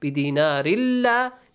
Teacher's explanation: Dinar, ra has a tanween, merges to lam.